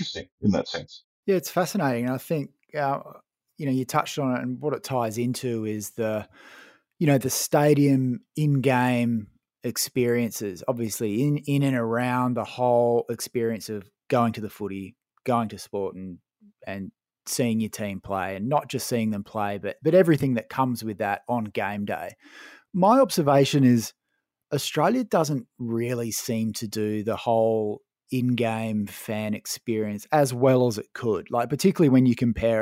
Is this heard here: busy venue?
no